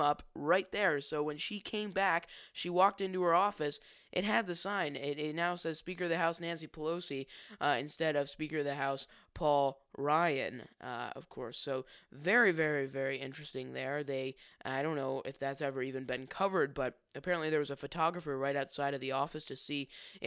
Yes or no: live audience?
no